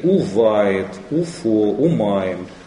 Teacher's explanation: перед этими губными согласными союз и приобретает форму у вместо в · Term: губные согласные